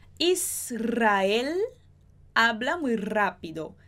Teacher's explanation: Israel, esse L também é mais prolongado. Israel é um E fechado